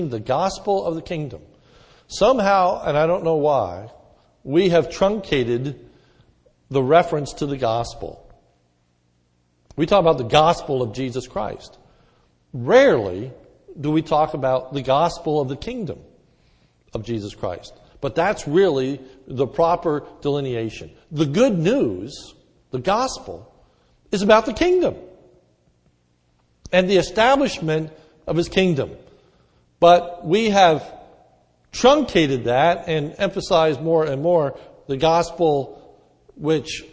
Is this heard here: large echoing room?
yes